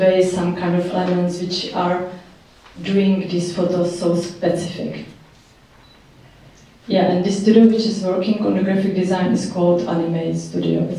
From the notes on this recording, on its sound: Recorded at the Czech Embassy Cinema in London